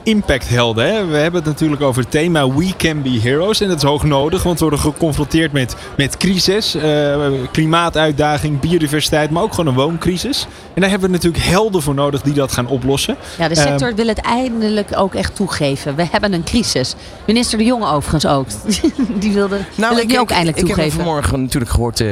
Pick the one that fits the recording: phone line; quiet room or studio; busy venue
busy venue